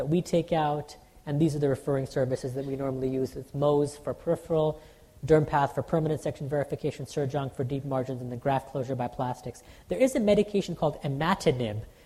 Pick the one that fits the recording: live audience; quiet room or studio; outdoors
live audience